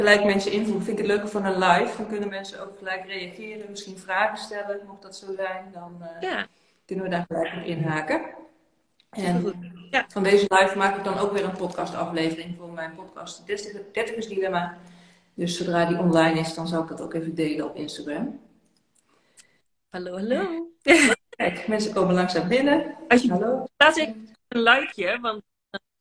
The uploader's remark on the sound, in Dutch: de opname van een Live op Instagram